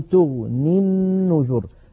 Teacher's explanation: تغني أصلها تغني بوزن تفعل، لكن لما نصلها بالنذر نقول تغني النذر فتسقط الياء لفظا، وكذلك سقطت خطا على نية الوصل فكتبت في المصحف الشريف من غير ياء في آخر تغني، فلو وقفنا عليها اضطرارا أو اختبارا نقف فما تغن فما تغن ولا نقول فما تغني على رواية حفص كما أسلفنا.